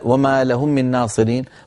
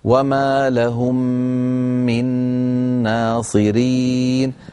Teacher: أدغمنا الميم الأولى في الثانية فلا بد من تطويل الغنة · Shown in: second take · فلا نقولها بسرعة ولا وما لهم من ناصرين، بل نقول وما لهم من ناصرين، فنبين الغنن في الميمات والنونات المشددة.